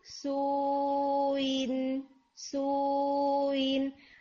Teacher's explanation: आपका हमजा कहीं जौफ में ही मिक्स हो गया, हमजा मखरज से नहीं आया, सुईन. तो ये जो है ना, ये एक एरर जो है हमजा में देखने में आता है.